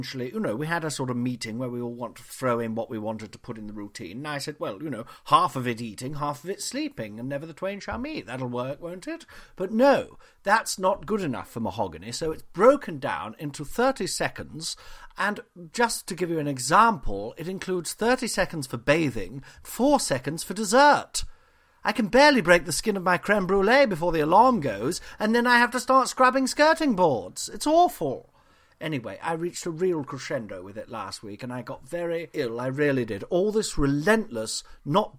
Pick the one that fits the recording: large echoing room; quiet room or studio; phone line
quiet room or studio